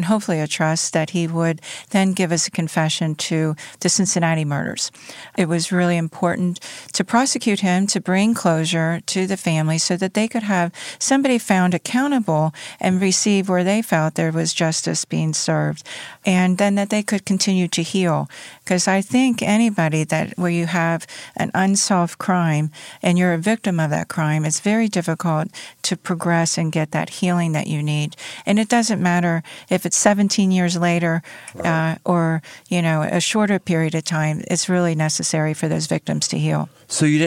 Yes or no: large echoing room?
no